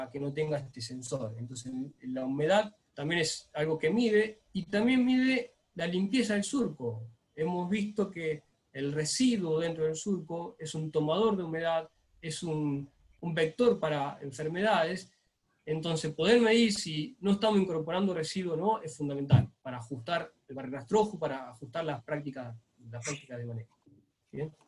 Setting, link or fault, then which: link, video call